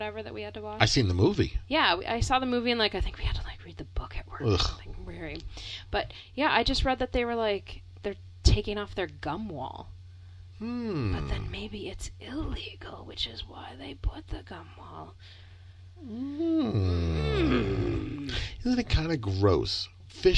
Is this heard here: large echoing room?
no